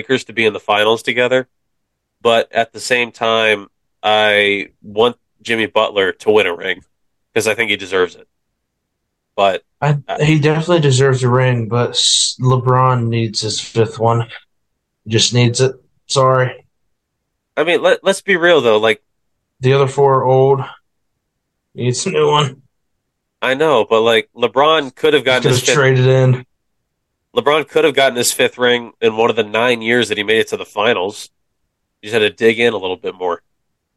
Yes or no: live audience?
no